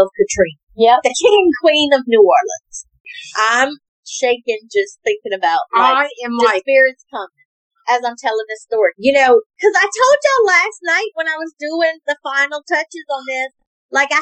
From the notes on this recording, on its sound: Excuse the audio, first timers here.